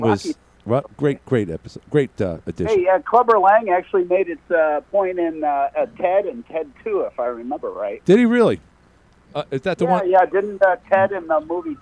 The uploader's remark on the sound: called in from Florida